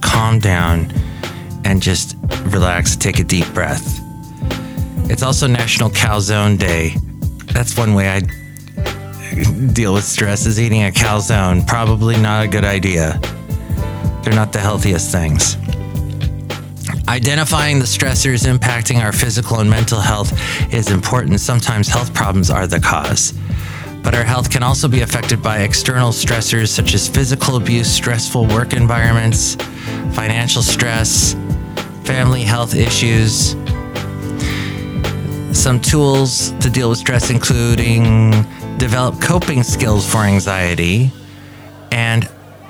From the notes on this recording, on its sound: podcasts live from Café Anyway